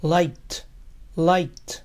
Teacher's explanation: Termina en sonido K. ED suena T. Liked, liked.